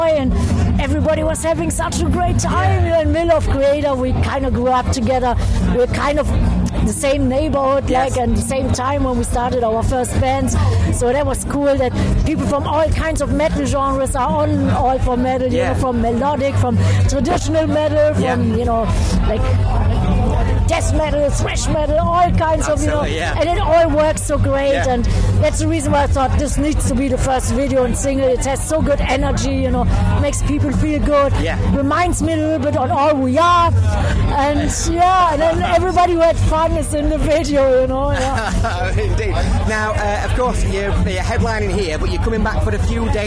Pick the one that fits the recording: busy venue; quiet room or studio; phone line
busy venue